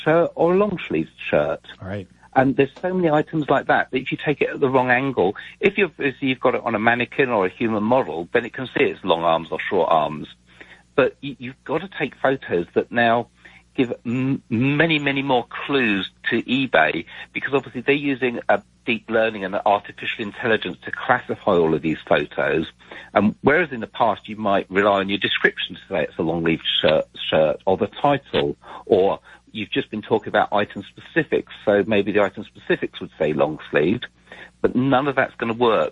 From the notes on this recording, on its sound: Open phones. Las Vegas NV.